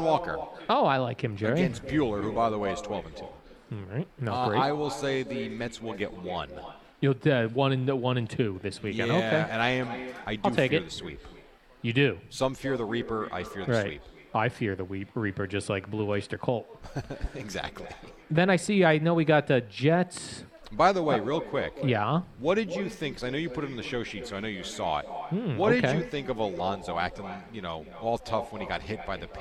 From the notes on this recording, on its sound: Live From the Boat Party